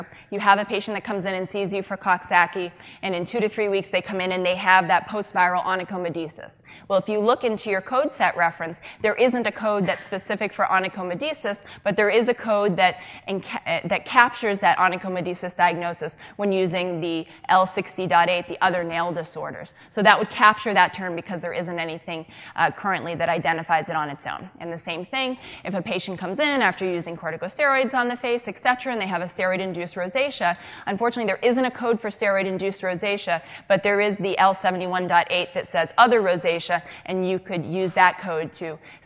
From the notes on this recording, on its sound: during the SDPA’s Annual Summer Dermatology Conference (2016) in Austin, Texas.